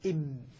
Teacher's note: مخرج الميم من بين الشفتين بانطباقهما · Term: ميم مظهرة